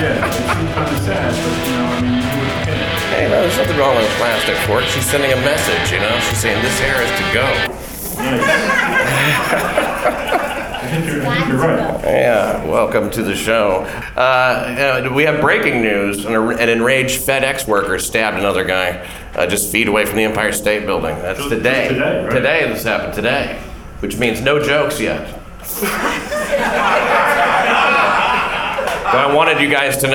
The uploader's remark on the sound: LIVE at West Side Comedy Club. This LIVE show was recorded using microphones in the room in order to capture the feel of being in the room, and though it's totally listenable and captures the moment, it does not represent the same sound-quality of a typical episode.